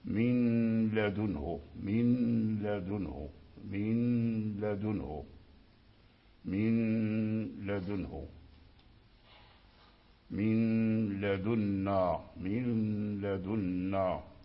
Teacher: النون ساكنة والتنوين تبقى غنتهما عند اللام · Term: الإدغام الناقص